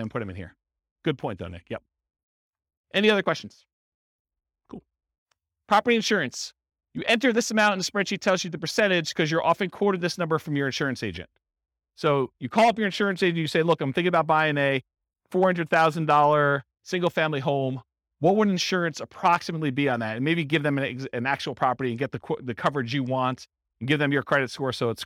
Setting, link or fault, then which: setting, live audience